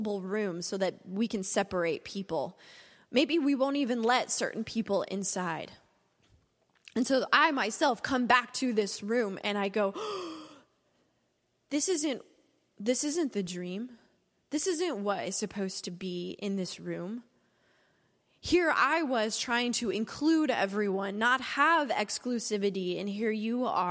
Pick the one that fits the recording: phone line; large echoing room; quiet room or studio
large echoing room